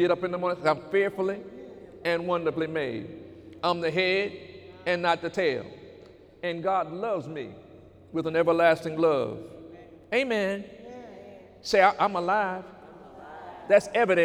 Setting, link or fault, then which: setting, large echoing room